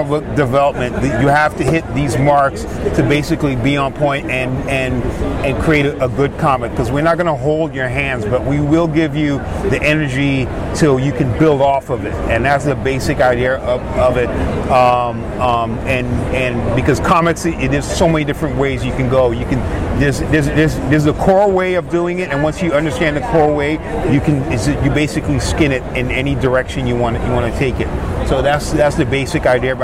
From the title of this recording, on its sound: LIVE from SDCC '23